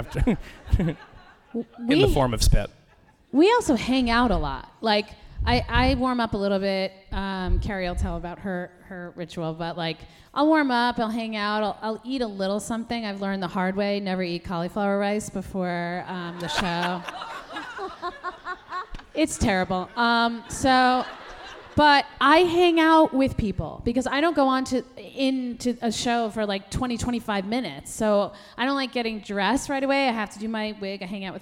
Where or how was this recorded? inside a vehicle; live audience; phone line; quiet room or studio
live audience